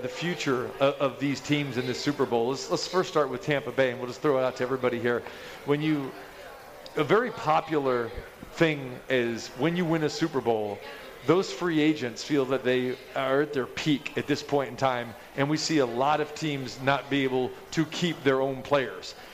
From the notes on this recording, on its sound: Live From The Cosmopolitan